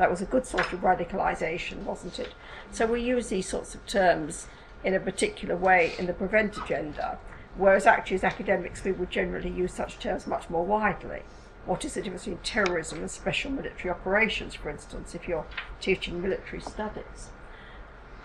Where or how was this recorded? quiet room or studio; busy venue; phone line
busy venue